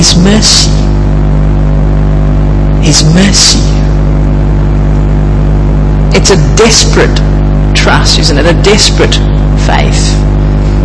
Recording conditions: hum or buzz